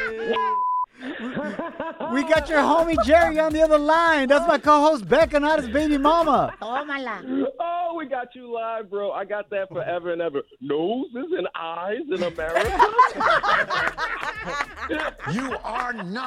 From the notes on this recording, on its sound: We opened up the phone lines